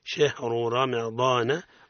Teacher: تفخم فيما عدا ذلك، معناها في المضموم والمفتوح تفخم نحو شهر الراء مفخمة، وكذلك الراء في رمضان